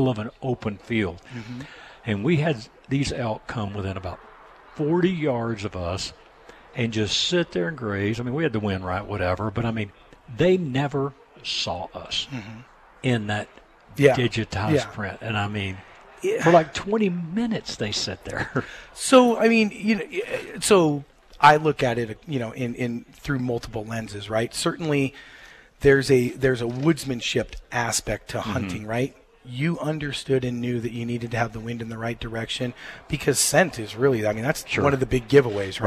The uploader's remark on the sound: “Live” Broadcast at 1 Shot Gear for 2nd Annual Grill Out. We are broadcasting “LIVE” at 1 Shot Gear for the 2nd Annual Grill Out & Sitka Clearance Sale.